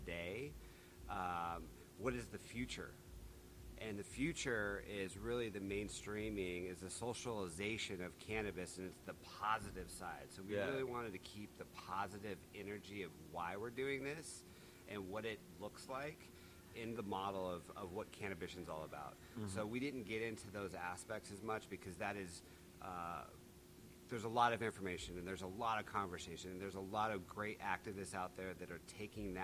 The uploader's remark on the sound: The crew are live at Cannabition Cannabis Museum in lovely Las Vegas Nevada.